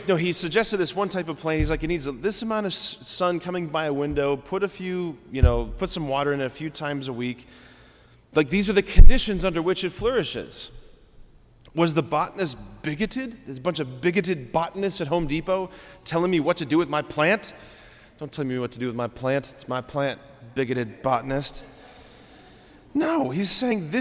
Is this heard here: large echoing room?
yes